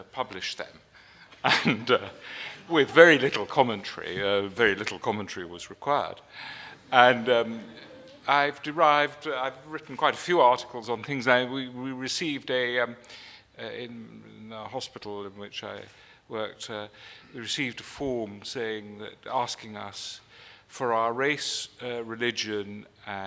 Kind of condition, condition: setting, live audience